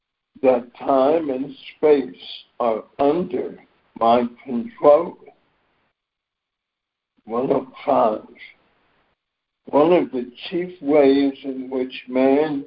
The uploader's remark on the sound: ACIM Daily Conference Call.